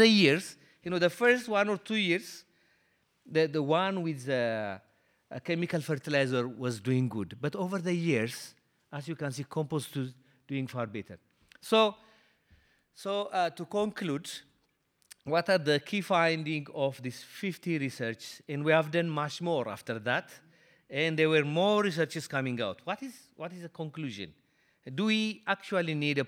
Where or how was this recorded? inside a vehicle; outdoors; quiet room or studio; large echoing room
large echoing room